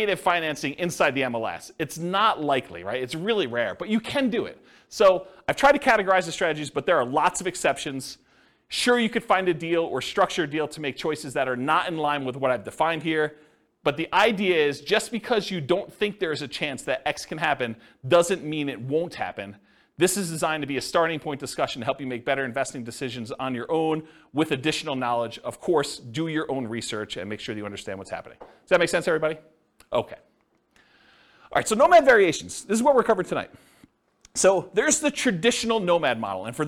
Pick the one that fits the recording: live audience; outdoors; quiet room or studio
live audience